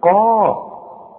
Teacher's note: القاف اللي بعدها المد بتبقى اعلى درجات التفخيم الحرف اللي بعده الف، الحرف المفخم اللي بعده الف.